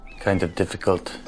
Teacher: A word like kind. Kind of difficult. Is going to have more like a t sound at the end. · Term: devoiced